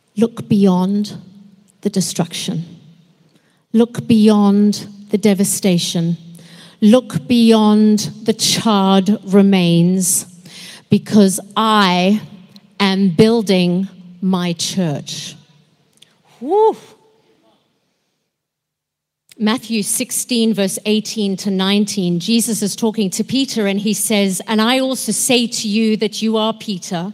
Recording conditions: large echoing room